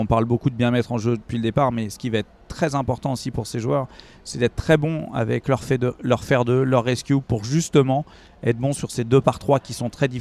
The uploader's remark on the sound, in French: On vous propose un podcast en direct d'Oak Hill.